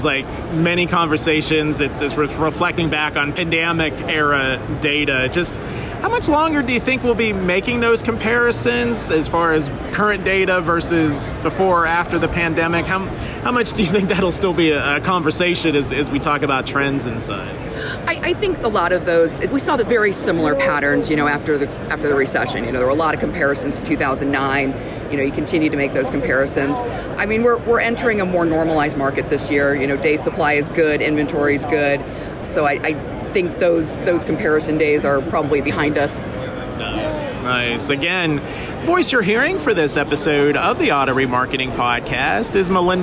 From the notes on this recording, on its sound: recorded at NADA Show 2024 in Las Vegas.